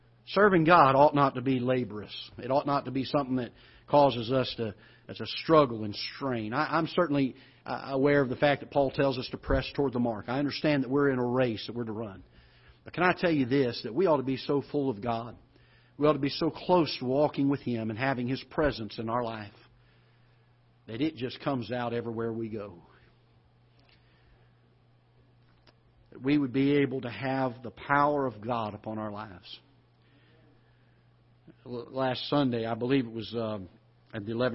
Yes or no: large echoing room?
yes